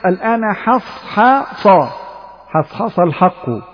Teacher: احذر من أن تفخم الحاء نظرا لمجاورتها للصاد